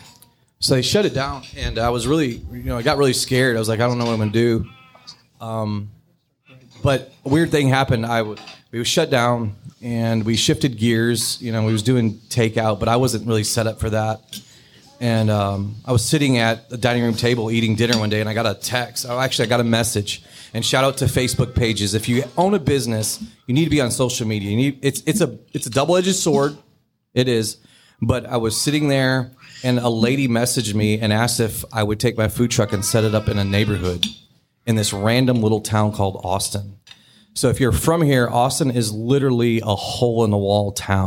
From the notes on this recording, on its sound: LIVE at Bennett's. Their first LIVE on location podcast taping.